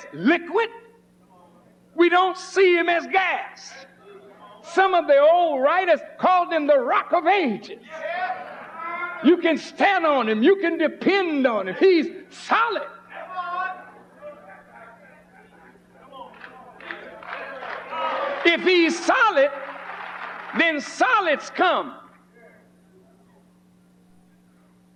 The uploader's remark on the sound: At the Nation of Islam's Saviours' Day 1991 Keynote Address at Christ Universal Temple, Chicago, IL.